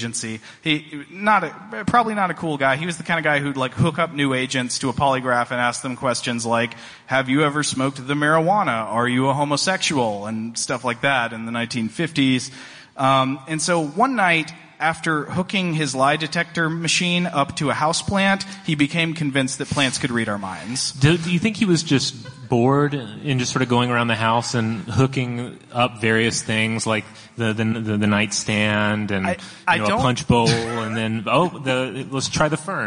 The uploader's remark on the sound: Stuff to Blow Your Mind Live. A live journey into the upside-down from New York Comic Con 2017.